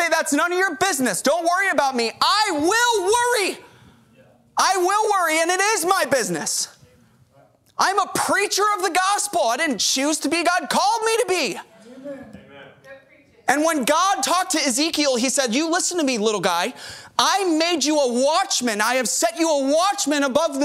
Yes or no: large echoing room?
yes